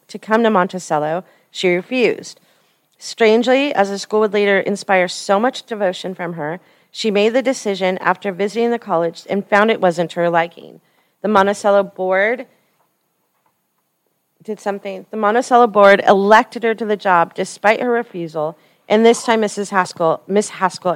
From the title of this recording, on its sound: w/LIVE audience